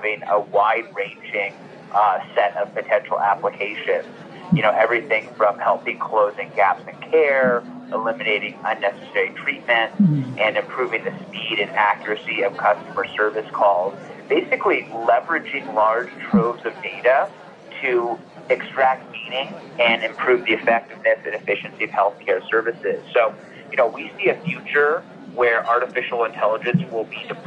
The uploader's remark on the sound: Live from CES